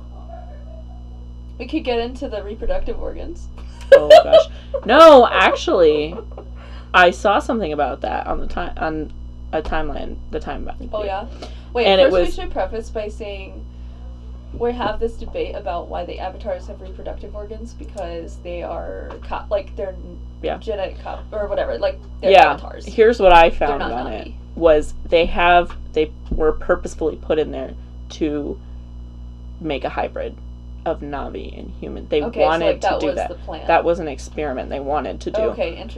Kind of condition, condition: fault, hum or buzz